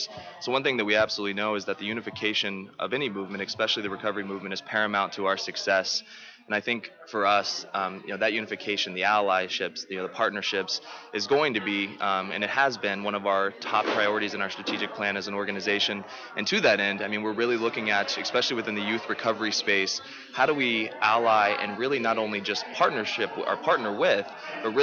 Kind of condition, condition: setting, busy venue